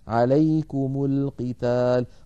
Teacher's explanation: أيضا التقى ساكنان، الميم ساكنة ولام التعريف ساكنة، فحركنا الميم بالضم